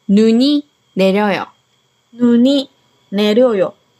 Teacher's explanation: ここのぬの後ろにいが来てますから、実際の発音はぬにになっていますね